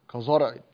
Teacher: هنا كزرع، لا تفخم الزاي